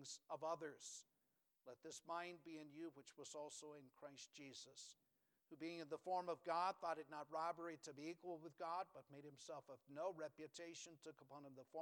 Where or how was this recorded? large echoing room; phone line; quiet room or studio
large echoing room